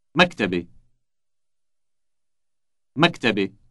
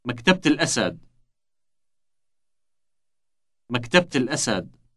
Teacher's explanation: Have you noticed how the A ending has been replaced by a T sound? · Shown in: second take · You already know that this T sound is inserted when a possessive pronoun is attached to the noun.